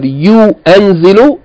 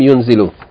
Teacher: Instead of yu'anzilu, the hamza and its vowel fatha is removed, so it became yunzilu.